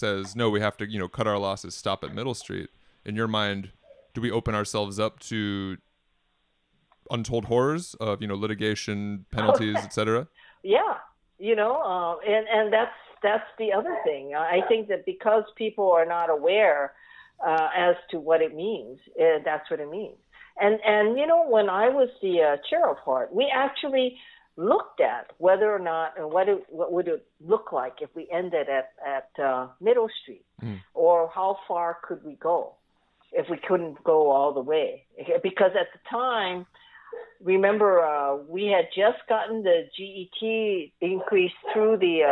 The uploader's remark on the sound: Hop on the phone.